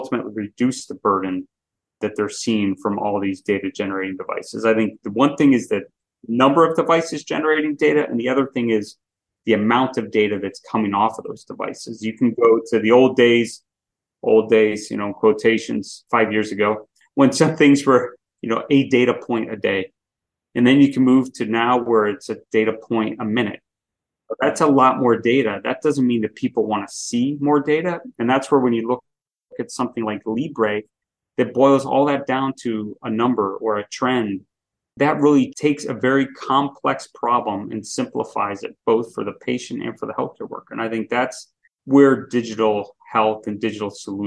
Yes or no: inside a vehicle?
no